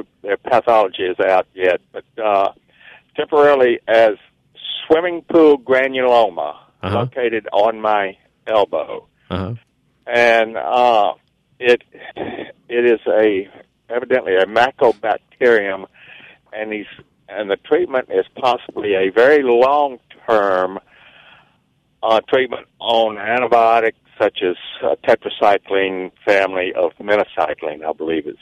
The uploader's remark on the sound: questions called in by listeners